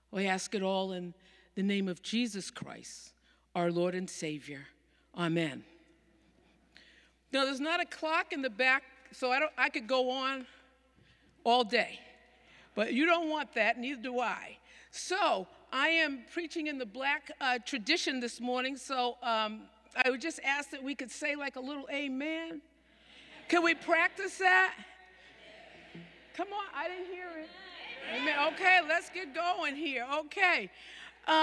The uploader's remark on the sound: Sermons from Old South Church in Boston.